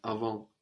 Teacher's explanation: we don't hear the T on the end there